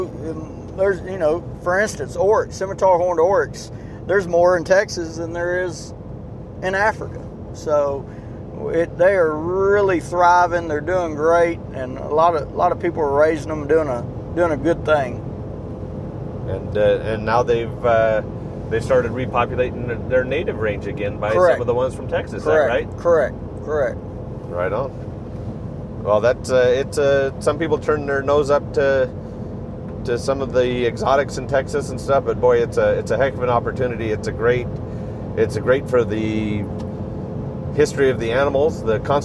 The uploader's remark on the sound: As we cruise down the road. We are headed to the processors with our Axis deer so we took advantage of some road time to record.